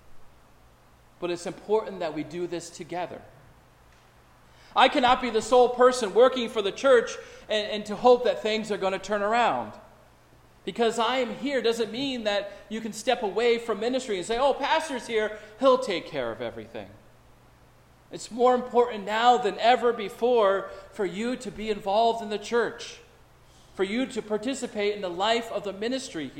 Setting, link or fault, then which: setting, large echoing room